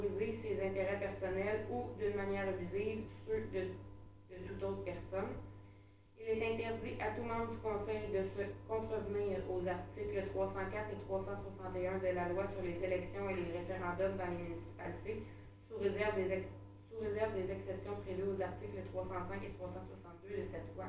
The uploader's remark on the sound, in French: Enregistrement de la séance du conseil municipal de Saint-Léon-le-Grand du 11 janvier 2022